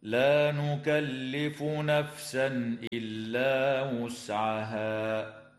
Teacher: التنوين في قوله تعالى نفسا إلا حكمه الإظهار الحلقي عند الهمزة